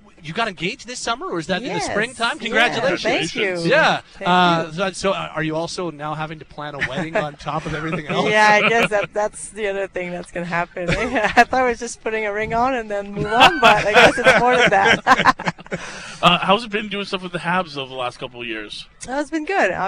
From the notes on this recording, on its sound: Live from the Shaw Charity Classic